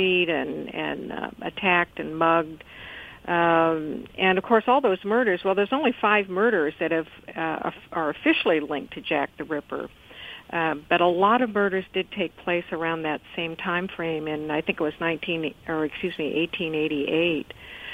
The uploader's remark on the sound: called